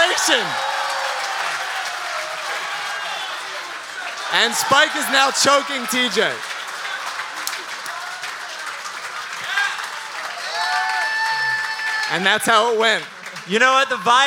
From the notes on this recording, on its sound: The very first live Rights To Ricky Sanchez podcast